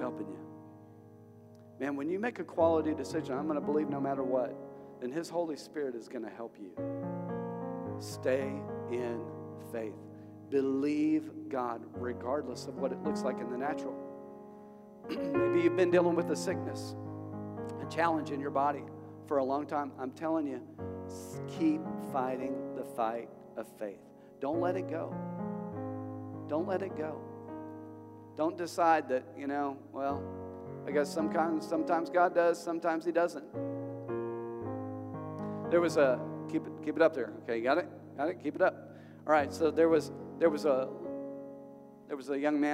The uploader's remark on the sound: This message was preached at Vision Church located at The Apollo on Emma in Springdale, AR.